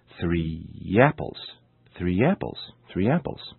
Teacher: when the words three and apple are linked, it sounds as if there were an additional Y sound, y, between the words · Term: sound linking